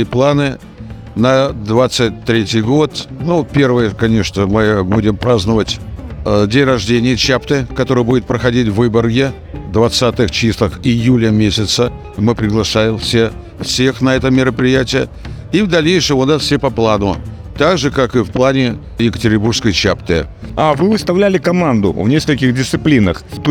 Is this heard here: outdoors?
yes